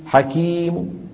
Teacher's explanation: بعض الضمة وتنوين ما في